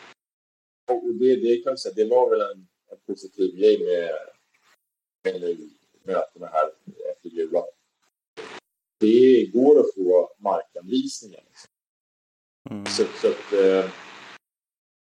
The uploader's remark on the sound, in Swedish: Med bruset som sällskap